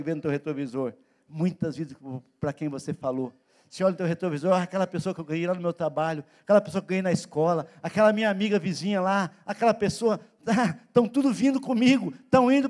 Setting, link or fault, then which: setting, large echoing room